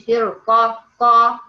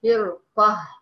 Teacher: لما بتقفي على التاء المربوطه بتقفي عليها بهاء · Shown in: second take